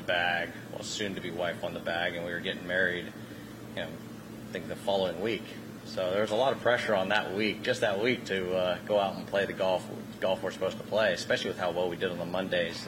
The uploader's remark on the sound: LIVE from French Lick Resort in Indiana. French Lick's Pete Dye Course is host to the Big Ten Men's Golf Championship this weekend.